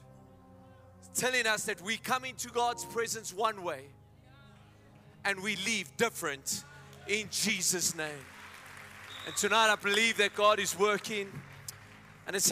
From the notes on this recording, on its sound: Men Of Hope Conference 2022 Day2 Message